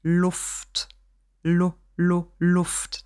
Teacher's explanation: Und zwar haben wir hier ein kurzes U, das dann entsprechend auch nicht geschlossen, sondern geöffneter gesprochen wird.